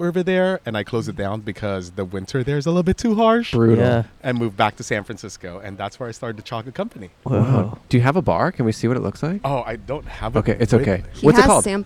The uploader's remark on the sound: Outside A Mushroom Festival. Recorded 2/5/23 at the South Coast Botanic Garden in Palos Verdes, CA.